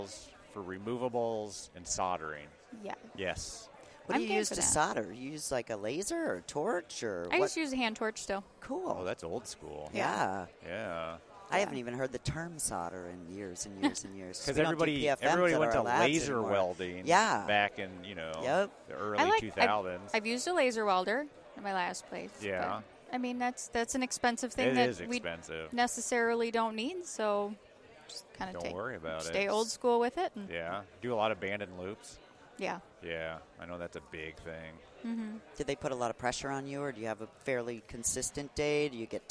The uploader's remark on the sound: Living It Up From the Ivoclar Ballroom at Lab Day Chicago. They bring you three more conversations from the Ivoclar Ballroom at LMT Lab Day Chicago 2023.